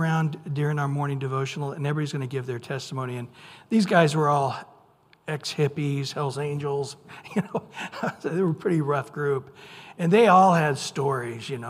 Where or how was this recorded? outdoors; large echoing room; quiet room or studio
large echoing room